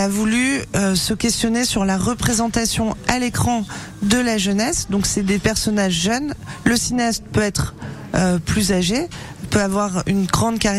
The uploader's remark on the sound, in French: En direct du Festval International du Film "Nouvelles Vagues" à Biarritz